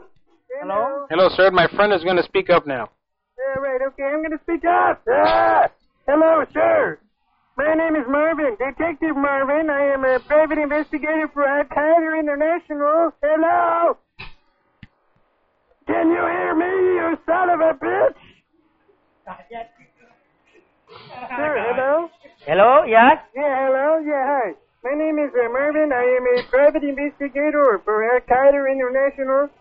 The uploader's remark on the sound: Personal Prank Phone Calls Collection.